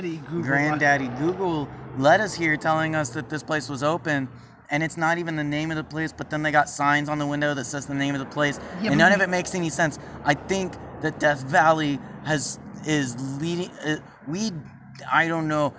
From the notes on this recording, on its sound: We recorded a roadside chat to close out season 4.